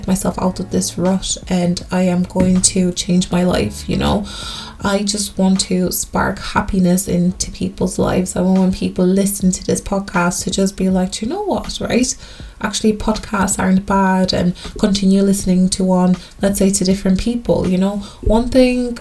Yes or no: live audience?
no